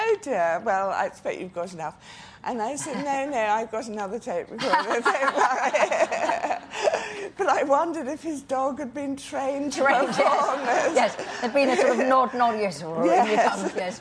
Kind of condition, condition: setting, live audience